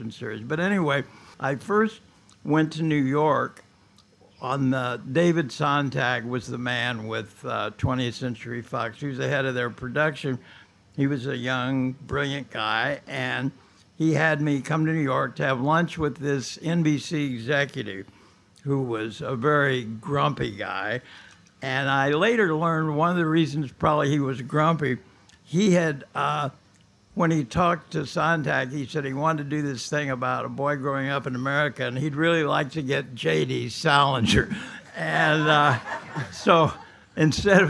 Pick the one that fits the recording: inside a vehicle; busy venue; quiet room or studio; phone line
busy venue